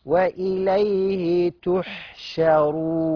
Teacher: وإليه تحشرون، مش طحش، حاسمها طحش، يبقى انا هتفخم التاء وتفخم الحاء وتفخم الشين، غلط. تحشى، ولكن الراء تفخم عشان هي مضمومه